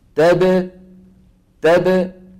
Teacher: الباء شديده، زمنها ما حيكون مثل يس، شو حيكون؟ اقصر.